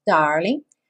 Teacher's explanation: So, darling, sem pronunciar o G